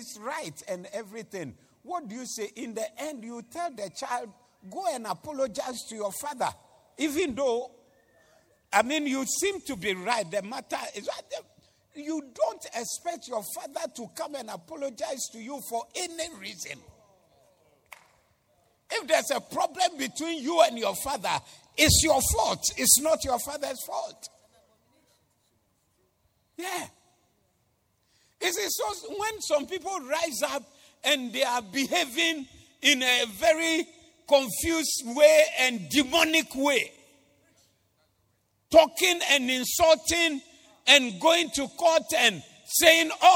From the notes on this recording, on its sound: Preached at the Doxa Service 14082022